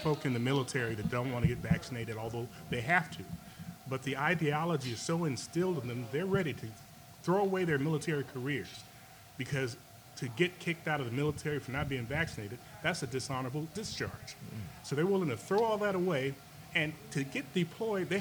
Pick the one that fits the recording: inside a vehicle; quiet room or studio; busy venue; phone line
busy venue